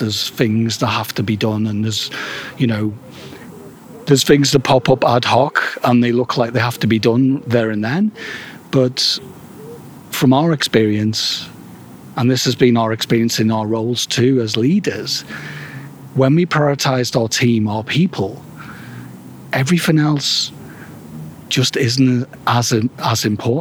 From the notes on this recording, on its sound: recorded at Ada Lake in Belgrade, Serbia